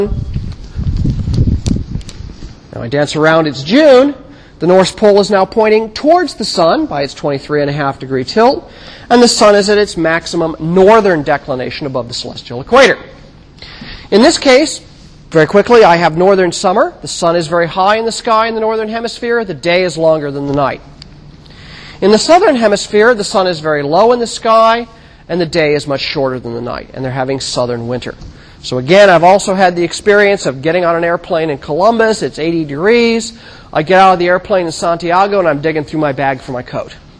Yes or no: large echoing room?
yes